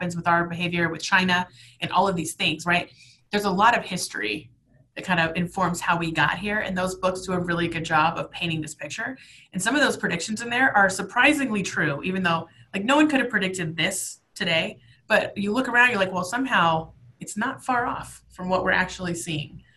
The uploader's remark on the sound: This episode was originally recorded as a webinar. Webinar originally recorded on May 20, 2020.